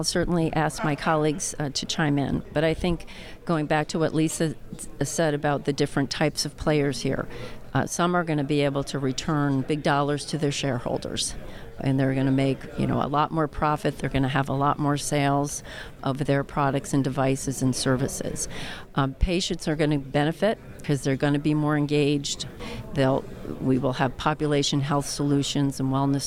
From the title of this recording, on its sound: Live from JPM